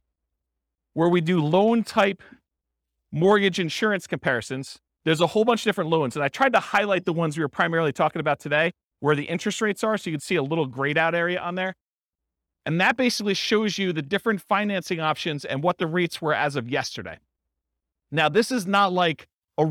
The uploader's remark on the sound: This was a live class recorded